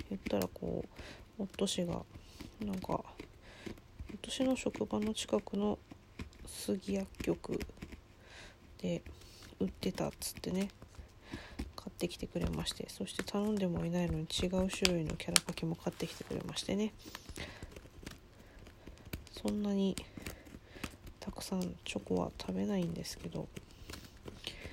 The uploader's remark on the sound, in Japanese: From Radiotalk。作業中の雑音注意。